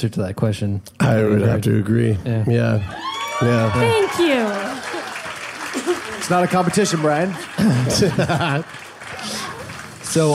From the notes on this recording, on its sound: Shake up an entire live audience with a live show for the ages.